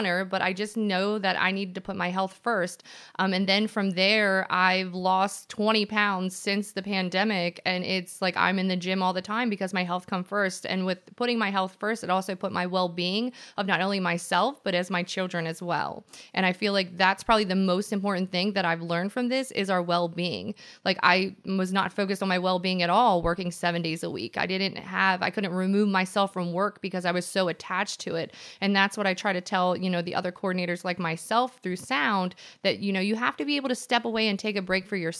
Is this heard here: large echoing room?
no